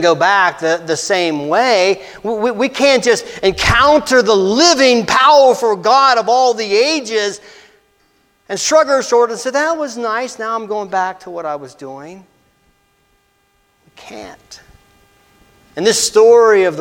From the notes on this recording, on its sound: This message was delivered on Dec 24, 2023 at First Christian Church in Somerset, PA.